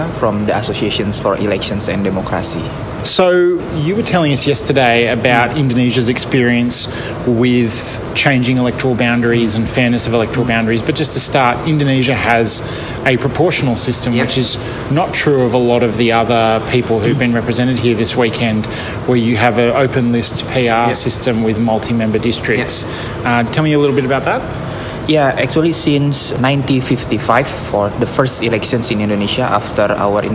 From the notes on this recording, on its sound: Today's podcast was recorded at the roundtable on Boundary Delimitation and Malapportionment in Asia and the Pacific held in Kuala Lumpur, Malaysia on October 28-29, 2023. While there I recorded interviews with six of the other participants.